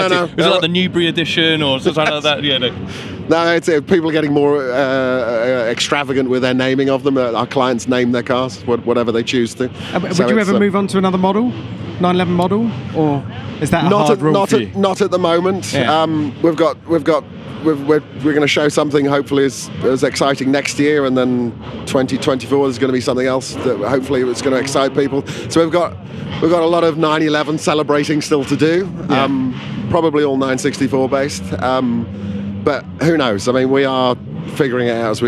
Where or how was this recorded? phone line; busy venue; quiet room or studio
busy venue